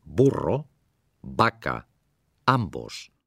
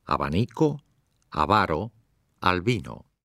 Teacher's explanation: la pronunciación más suave, más relajada, de la B · Shown in: second take · Term: B suave